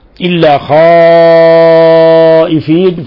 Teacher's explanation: فهذا المد مد متصل واجب المد يمد من 4 إلى 5 حركات وإذا كان متطرفا موقوفا عليه إلى 6 حركات.